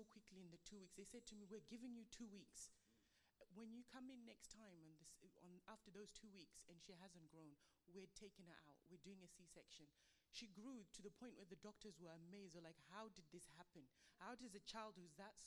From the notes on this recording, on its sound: Passion of the Caves (quiet audio). Note - audio levels are quiet.